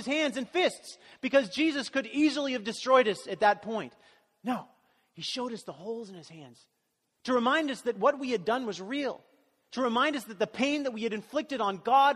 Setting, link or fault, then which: setting, large echoing room